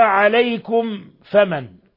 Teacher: ميم ساكنة جاء بعدها الفاء إظهار شفوي، بل هو أشد حالات الإظهار الشفوي